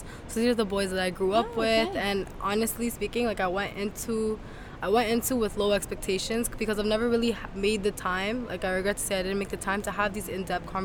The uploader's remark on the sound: On location at Women Deliver in Vancouver. This year's Women Deliver conference was held in Vancouver, B.C.